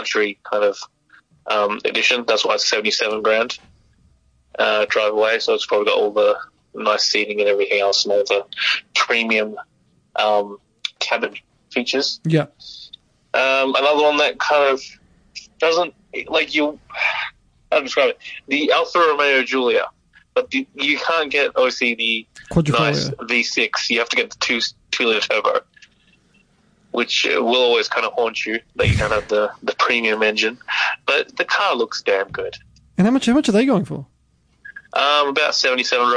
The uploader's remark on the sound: Via Phone LInk